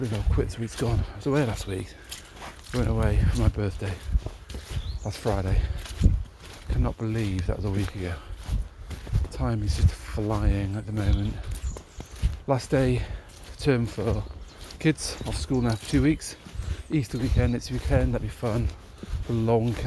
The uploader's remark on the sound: Woodland Walk Sloshing in Mud